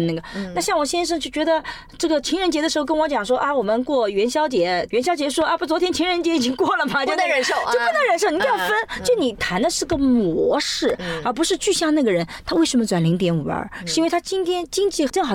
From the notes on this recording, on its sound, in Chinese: 这期节目是在车内完成录制的，音质居然相当棒了。